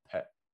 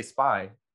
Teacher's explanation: when you say the word pet with your hand in front of your face, you can feel the air hitting your hand, pet. But when you say spy, you don't feel anything. There's no air. · Term: burst of air